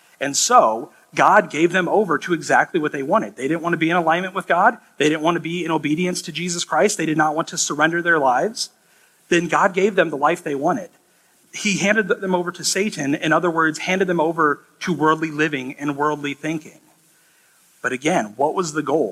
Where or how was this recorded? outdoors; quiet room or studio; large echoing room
large echoing room